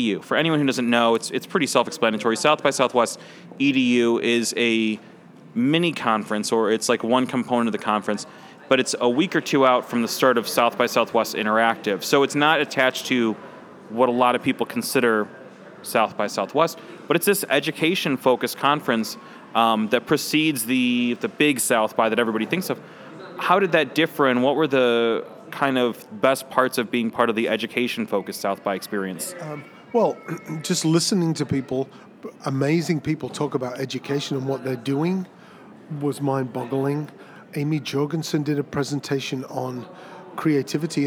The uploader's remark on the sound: Recorded at SXSW 2016 on Monday, March 14th, for Chicago Inno, #ChicagoMade, and Dynasty Podcasts.